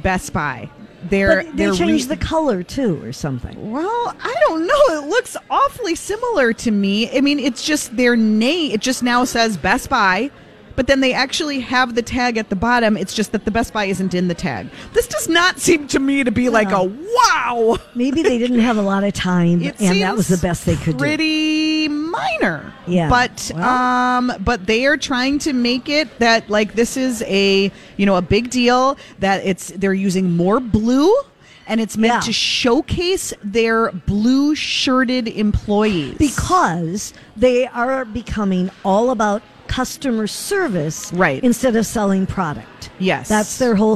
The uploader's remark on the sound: Broadcasting Live at The General Store in Minnetonka